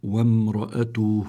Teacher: الراء هان مفتوحة يعني عليها فتحة، والراء إذا كانت مفتوحة أو مضمومة لابد من تفخيمها